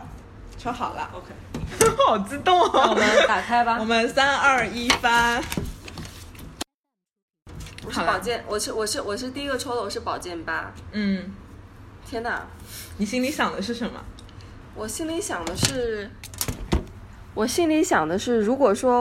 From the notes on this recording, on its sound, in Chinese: 节目因多人录制，音质略微嘈杂，敬请谅解。我们也用录音的方式把整个过程记录了下来。